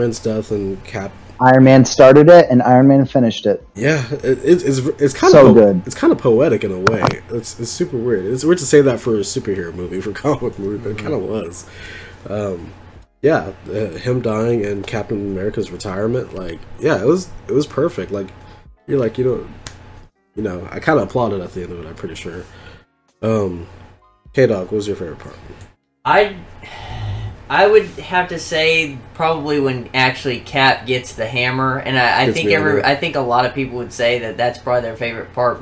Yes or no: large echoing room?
no